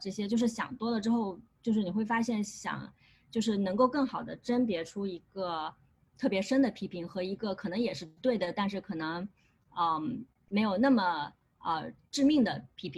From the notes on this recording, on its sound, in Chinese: 这期给大家带来了今天夏天我们组织的一场在线活动的录音